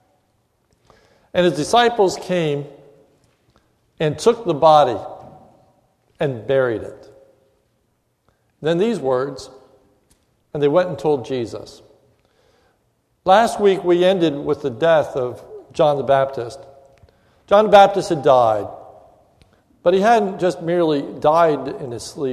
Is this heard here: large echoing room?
yes